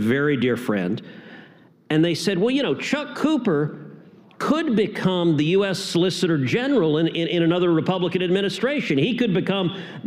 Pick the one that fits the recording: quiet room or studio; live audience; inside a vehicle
live audience